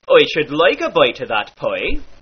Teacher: the long I sound in words like fight becomes oi, as in toy.